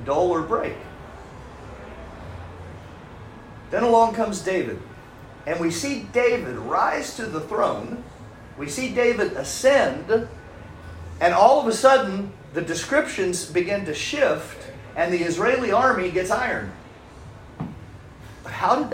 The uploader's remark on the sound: This is a recording of a recent live event which was a private dinner of about 25 business people in Brisbane. You will hear some background restaurant noise.